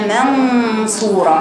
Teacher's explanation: يكون صوت النون المخفى مفخما، راعوا النقطة يا بناتي، يكون صوت النون المخفى مفخما مفخما إذا جاء بعده حرف مفخم